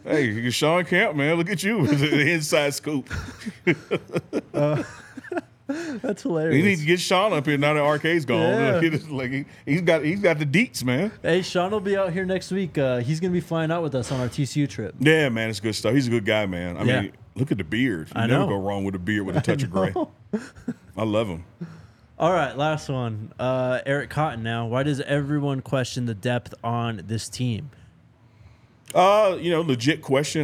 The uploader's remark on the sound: live from the DNVR Bar